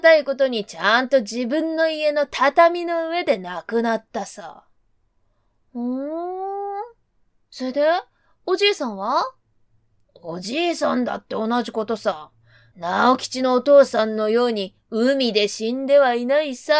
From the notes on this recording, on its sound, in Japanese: 自宅録音ですのでノイズなどはご了承くださいませ。